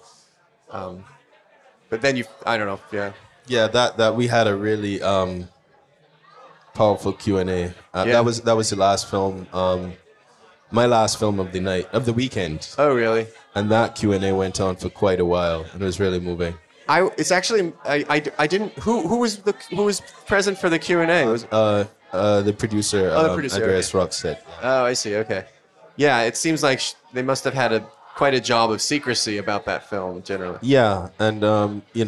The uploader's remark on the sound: The True/False festival (based in the college town of Columbia, Missouri) has grown into one of the most outstanding annual showcases for documentary film. “Toasted,” the True/False festival’s very late-night wrap-up event, in front of a lively audience.